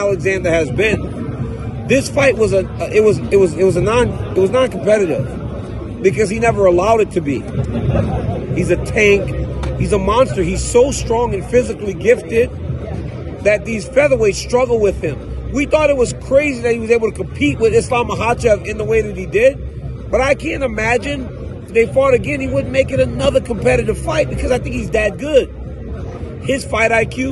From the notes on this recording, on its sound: Live from the octagon. At UFC 290.